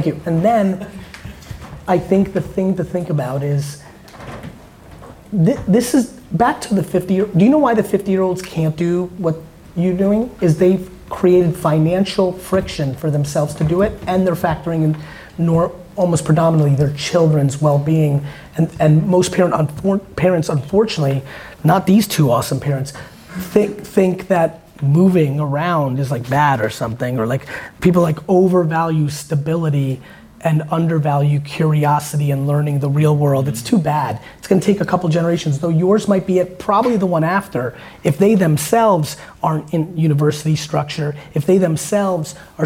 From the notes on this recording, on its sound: Today's episode is a segment of a recent VeeFriends meetup I did in Germany with some very awesome VeeFriends holders. During the Q&A portion.